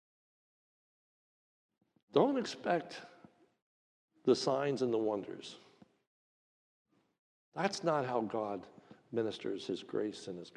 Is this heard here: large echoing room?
yes